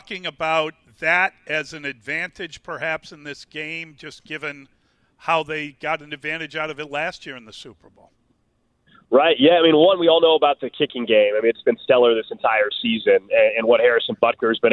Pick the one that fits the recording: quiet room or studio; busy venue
busy venue